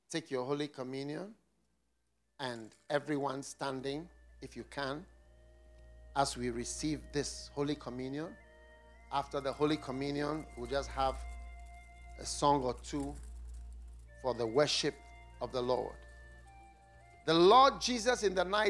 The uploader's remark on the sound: Preached at the FLOW Church Service